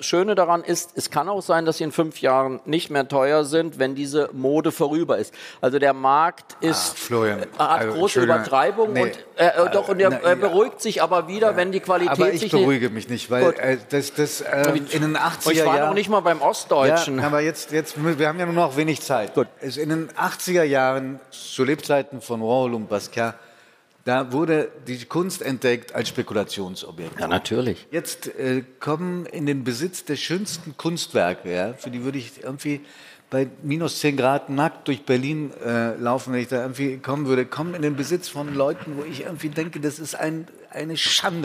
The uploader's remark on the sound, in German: Diese Folge von "Augen zu" wurde vor Publikum beim ZEIT ONLINE Podcast-Festival aufgezeichnet. Und so reagieren die beiden Gastgeber des Podcasts auch auf Fragen von Zuhörerinnen und Zuhörern.